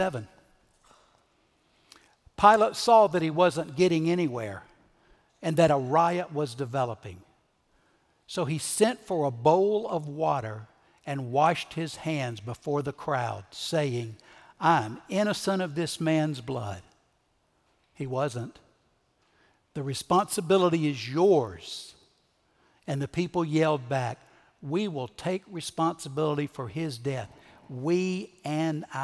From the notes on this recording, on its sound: Recorded Live at Brookwood Church on 4.2.2023